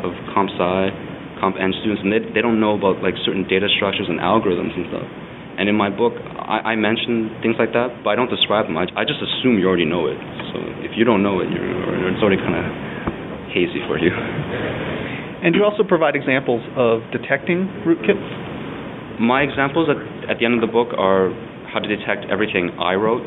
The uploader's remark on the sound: The interview was recorded at BSDCan in Ottawa.